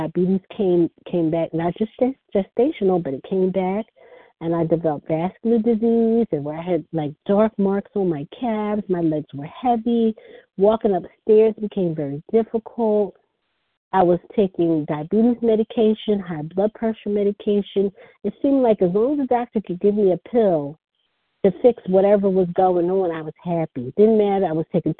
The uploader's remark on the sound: 100 Pounders Phone Meeting, 2/16/24.